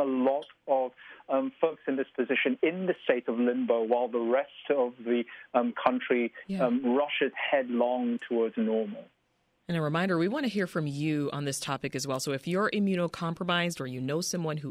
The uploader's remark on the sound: Immunocompromised people and caregivers of immunocompromised people called in to share their thoughts.